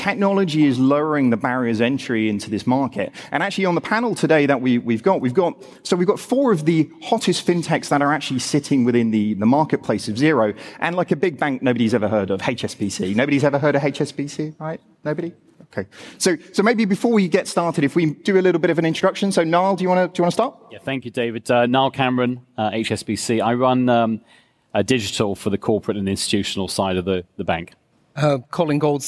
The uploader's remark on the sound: Live from Xerocon. Was recorded live at Xerocon 2017 from London's Excel Centre.